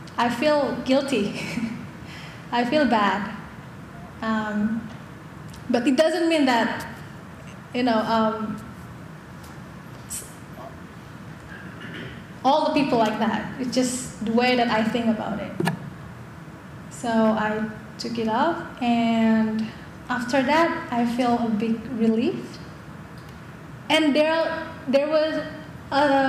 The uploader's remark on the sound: In front a live audience at the Jane Addams Hull-House Museum.